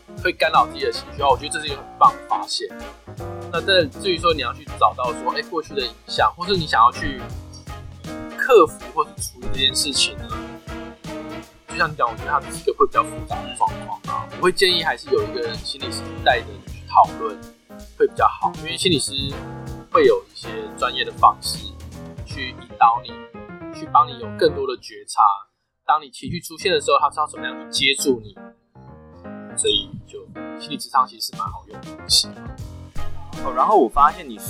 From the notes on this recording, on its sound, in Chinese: 本集音檔為 2019 年錄製，錄製時收錄較多環境雜音，已降噪處理加上背景音樂